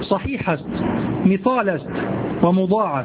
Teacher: هكذا يقول الفرس مثالست، يفخمون الألف يفخمون الألفات